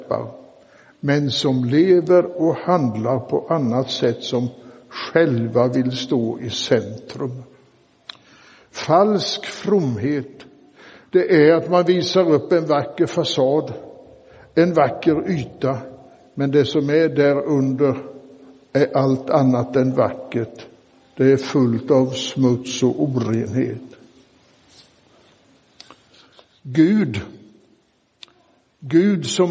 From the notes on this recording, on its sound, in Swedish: Inspelad i Roseniuskyrkan den 20 augusti 2023.